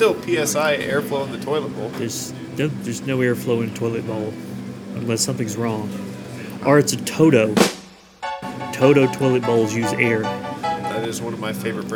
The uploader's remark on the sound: Live at Starbucks